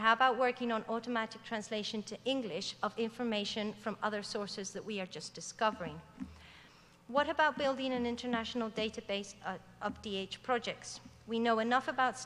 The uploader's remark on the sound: Digital Humanities 2013 Closing Keynote